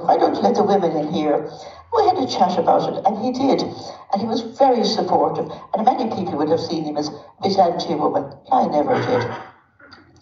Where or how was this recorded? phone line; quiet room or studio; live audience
live audience